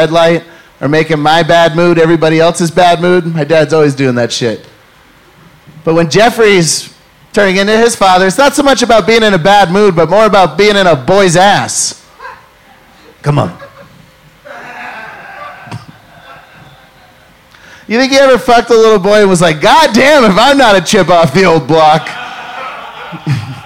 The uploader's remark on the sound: Live! From Salt Lake City Golden Spike Comedy Festival. Took freedom on the road to the first annual Golden Spike Comedy Festival in Salt Lake City, Utah, where they were met with warm welcome!